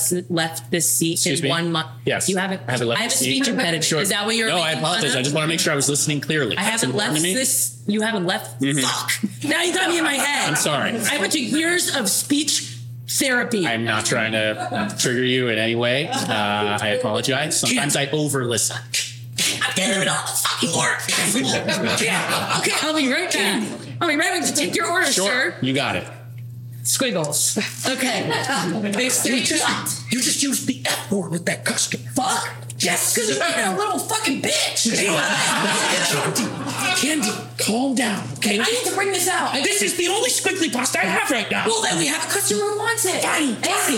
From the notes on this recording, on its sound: LIVE FROM THE WCT. I think I found the right settings to record.